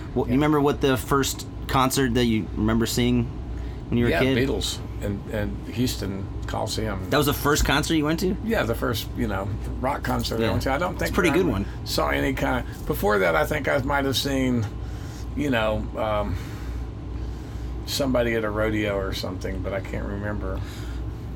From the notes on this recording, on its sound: The conversation was recorded outside Romp Fest in Kentucky. Tour bus.